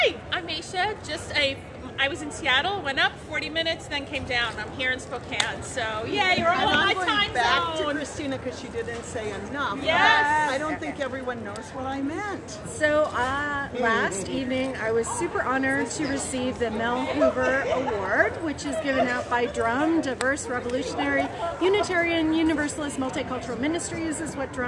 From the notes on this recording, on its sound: Chat with other attendees about this year&#8217;s General Assembly of Unitarian Universalists. Live from Spokane. Chat with other attendees about this year’s General Assembly of Unitarian Universalists.